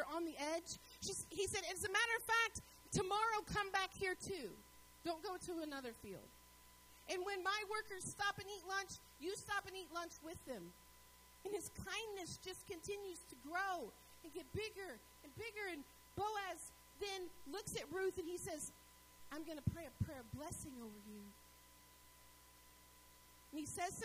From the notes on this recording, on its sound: Sermons was delivered at Northpoint Community Church.